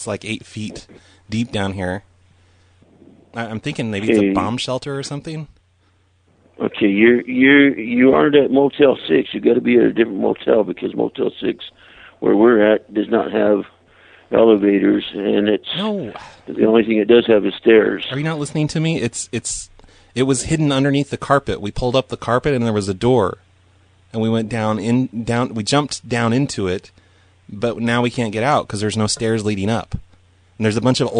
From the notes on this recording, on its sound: Prank Phone Calls